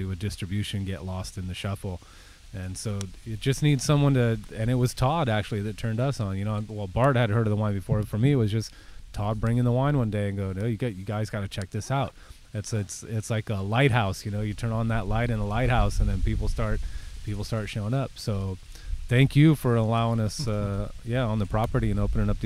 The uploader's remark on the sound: We sat outside on the back deck, apologies for the windy background.